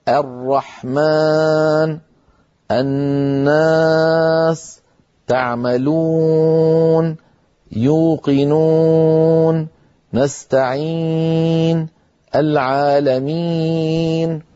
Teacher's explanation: خلط صوتها أي حروف المد الثلاثة بشيء من صوت الغنة